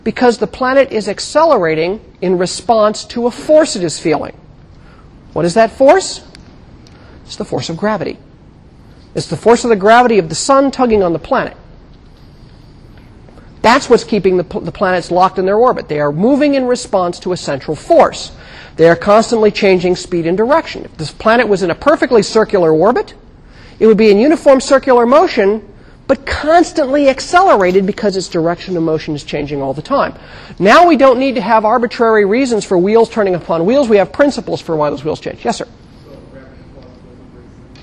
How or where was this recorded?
large echoing room